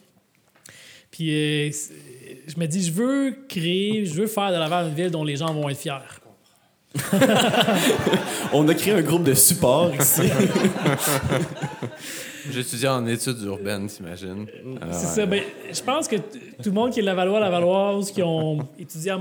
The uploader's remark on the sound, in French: Pour ce premier événement public de Cadre Bâti. À l’espace ville autrement.